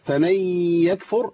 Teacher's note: عندي ادغام هنا النون في الياء لابد من الغنه